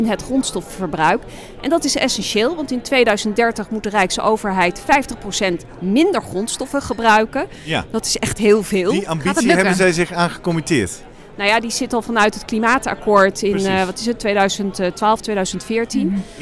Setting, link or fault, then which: setting, busy venue